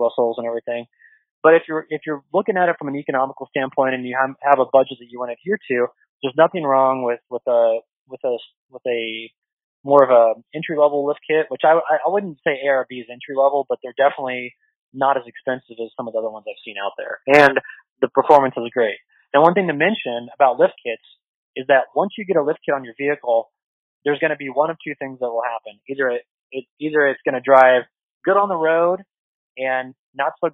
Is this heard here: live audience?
no